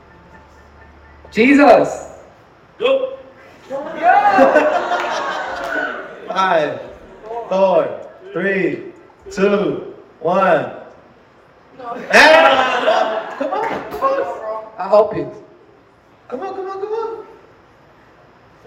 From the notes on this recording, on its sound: Live from YTH Retreat. Live podcast in front of 100 youth at Holy Ground 2023!